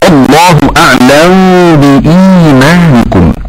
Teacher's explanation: قال الشاطبي وتسكن عنه الميم قبل بائها على إثر تحريك فتخفى تنزلها. والمعنى إذا كان قبل الميم حرف متحرك وجاء بعدها باء فإن الميم تسكن عند السوسي ثم تخفى كوجه الإخفاء الشفوي تماما بتمام. هكذا والله أعلم بإيمانكم، بإيمانكم بدل ورش فله القصر والتوسط والإشباع.